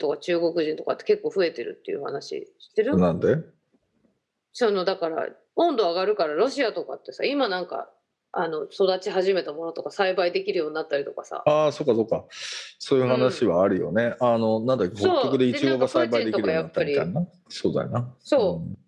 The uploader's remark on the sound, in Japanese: 本収録はビデオ会議サービス「Zoom」を使用し。一部聞き取りづらい箇所があります。